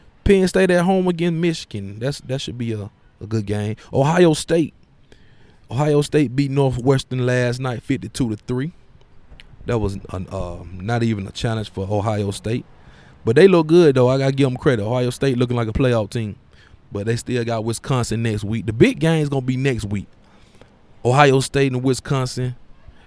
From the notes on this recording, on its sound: The fourth edition of the Roadshow Podcast live from the campus of the University of Alabama! Pregame show for the Alabama vs Tennessee game.